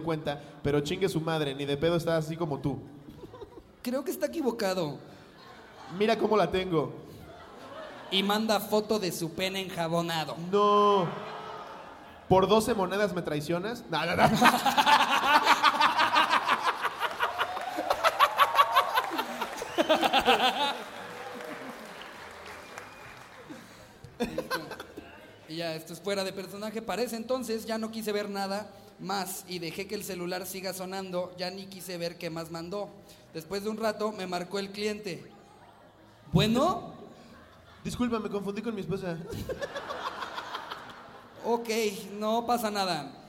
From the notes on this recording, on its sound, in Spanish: En vivo desde Puebla. Todo esto con el grandiosos público de puebla.